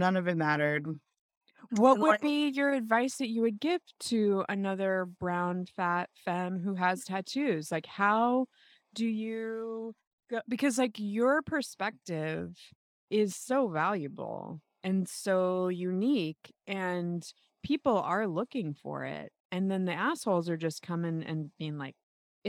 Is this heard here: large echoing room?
no